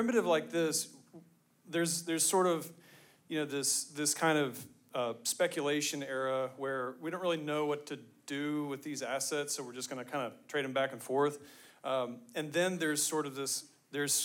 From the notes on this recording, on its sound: Ordinals 2023 Panel. Recorded Live in Miami Beach at the Ordinals 2023 Conference.